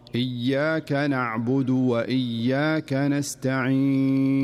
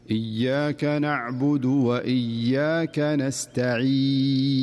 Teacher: نسمع البعض يقرأها: إياك نعبد وإياك نستعين. لاحظ الياء فيها غنة زائدة · Shown in: first take · والصحيح أنها صافية ولا يوجد فيها غنة أبدا حرف الياء، تقرأ بهذه الطريقة الصحيحة: إياك نعبد وإياك نستعين.